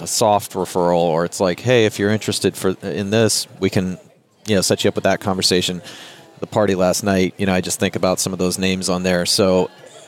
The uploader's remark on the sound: Live at NAA